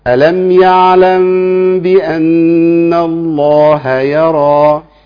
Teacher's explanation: لكن ألم يعلم عندنا غنة لازم تبان، بأن غنة لازم تبان